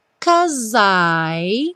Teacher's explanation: Como a gente não fala o E do cause, o S vai juntar direto com I.